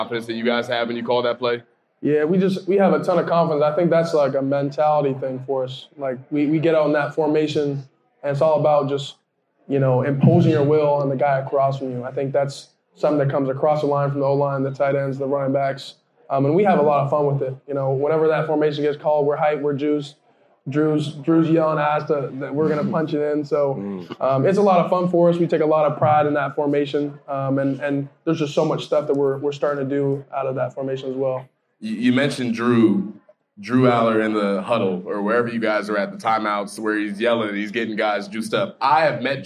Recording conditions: busy venue